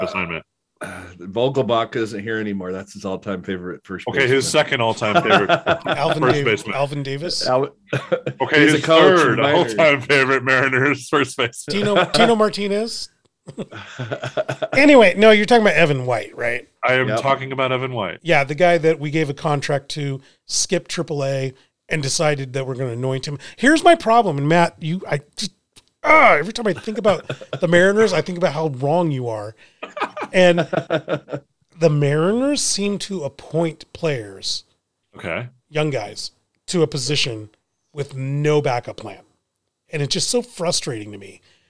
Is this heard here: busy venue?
no